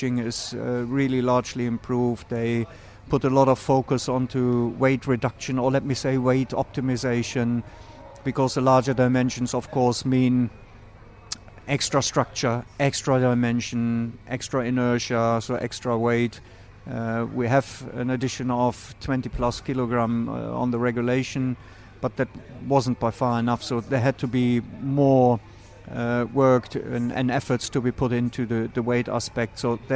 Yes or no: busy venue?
yes